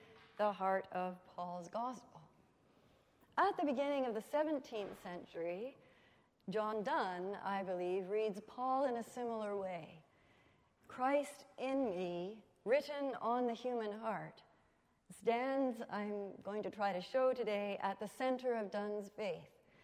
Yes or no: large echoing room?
yes